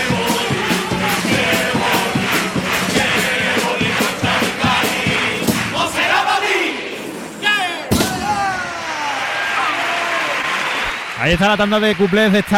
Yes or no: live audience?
yes